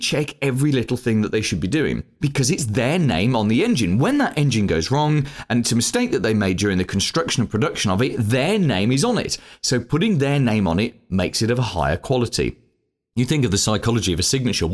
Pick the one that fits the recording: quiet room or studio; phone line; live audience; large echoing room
quiet room or studio